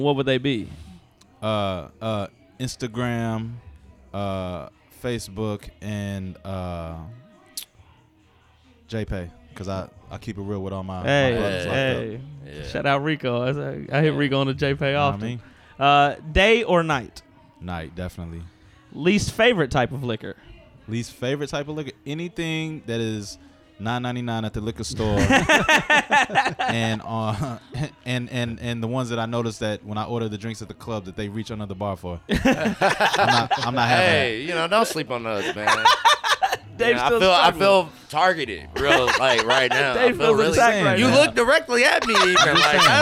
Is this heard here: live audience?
yes